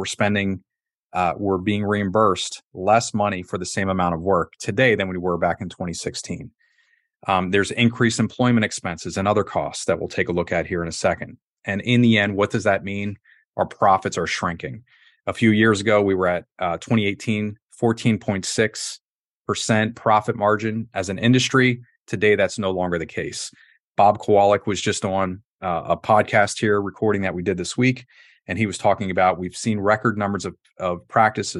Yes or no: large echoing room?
no